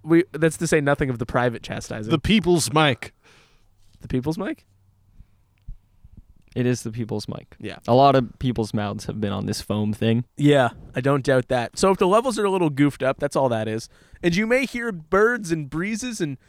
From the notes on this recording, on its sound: We're sitting outside for this one. With a beautiful view of the Ottawa River and autumnal colours in bloom, the boys sit out on a couch.